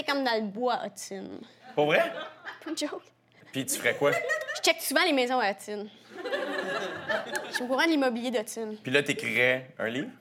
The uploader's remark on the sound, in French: J'ai décidé de vous faire patienter avec des entrevues devant public que j'ai enregistrées l'année dernière.